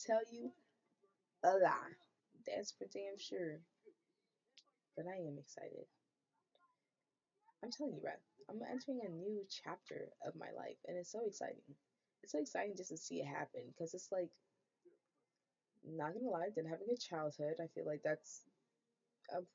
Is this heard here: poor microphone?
yes